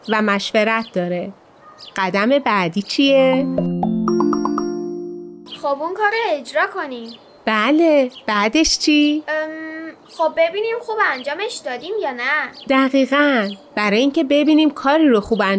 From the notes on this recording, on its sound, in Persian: این قسمت رو توی حیاط ضبط کردیم. روی یک زیرانداز، زیر درخت شاتوت و کنار گلهای باغچه نشستیم.